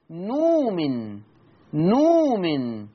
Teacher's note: الكلمة الأولى نؤمن أبدل الهمزة بواو مادية